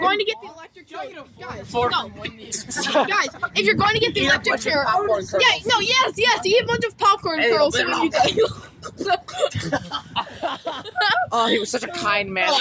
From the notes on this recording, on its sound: Today I am joined with a group of people as we go live from a DQ that we walked to during school. Recording this episode was absolute mayhem.